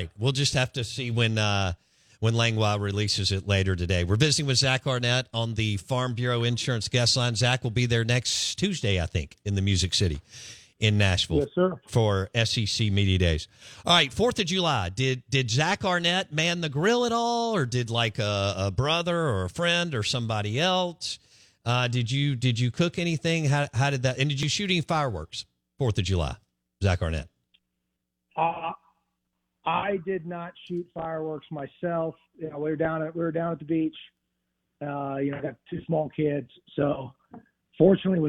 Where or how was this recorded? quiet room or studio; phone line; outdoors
phone line